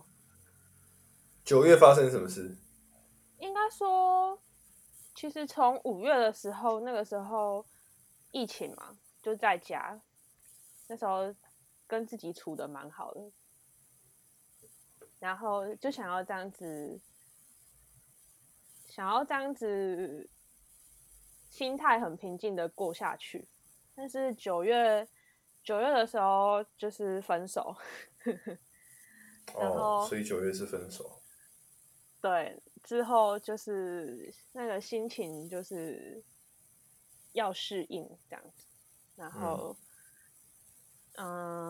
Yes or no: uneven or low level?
yes